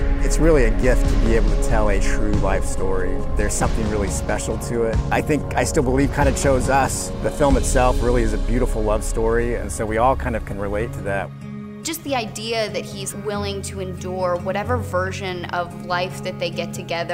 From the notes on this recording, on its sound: we are recording the show in Nashville, TN at the National Religious Broadcasters Convention